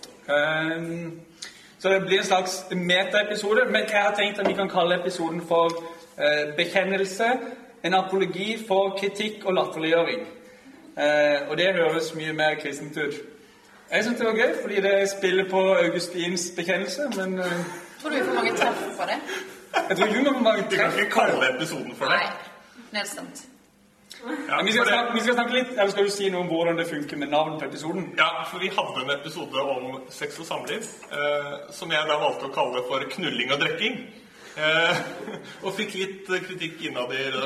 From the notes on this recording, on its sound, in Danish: LIVE fra Oslo-forbundet. Publikum og god stemning.